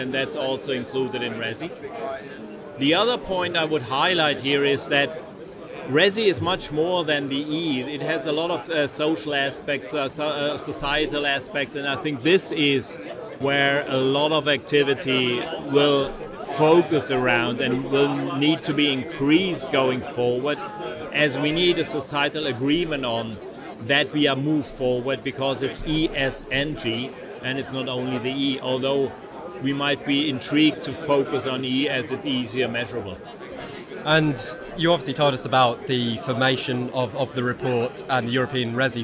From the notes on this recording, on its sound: This episode was recorded at EXPO REAL in Munich - the biggest trade fair for real estate and investment in Europe. This episode was recorded at EXPO REAL in Munich - the biggest trade fair for real estate and investment in Europe.